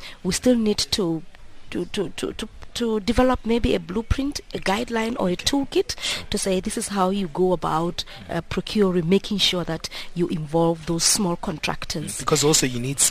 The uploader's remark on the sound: We today in our outside facility here in Sunninghill, west of Johannesburg